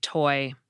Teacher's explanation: After you touch your tongue to the roof of your mouth just behind your front teeth and then let it down, you get a little puff of air before the vowel sound comes in · Term: aspirated T